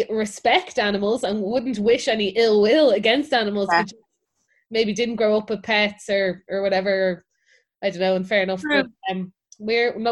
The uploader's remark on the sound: Recorded on Zoom